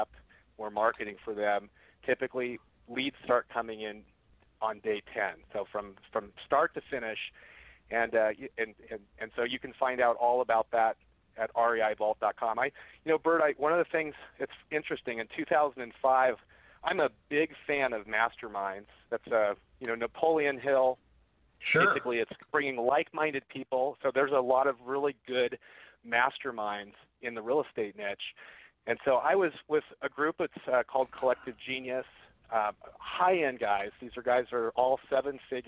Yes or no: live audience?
no